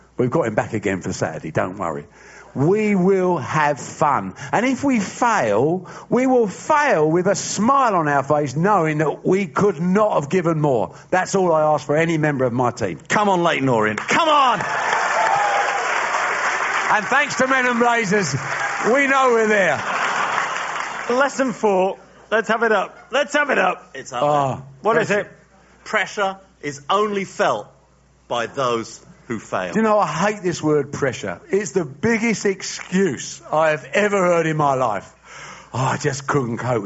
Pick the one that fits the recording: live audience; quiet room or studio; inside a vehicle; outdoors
live audience